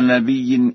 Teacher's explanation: قرأ ورش نبي بالهمز هكذا: وما أرسلنا من قبلك من رسول ولا نبي إلا إذا تمنى.